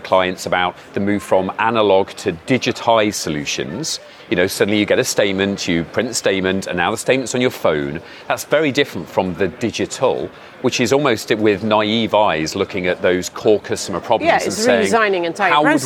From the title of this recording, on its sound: Live from Money20/20